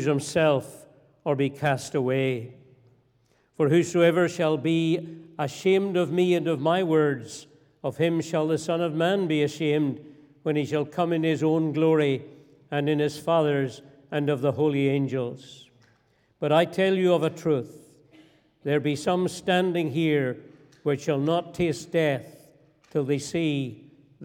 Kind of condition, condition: setting, large echoing room